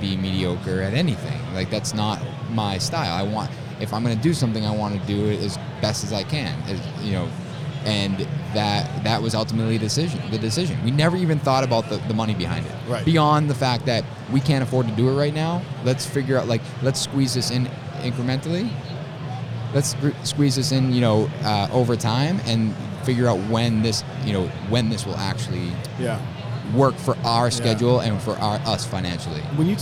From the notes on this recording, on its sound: LIVE FROM IBS. This week on The Building Code we are LIVE from Las Vegas at the International Builders’ Show!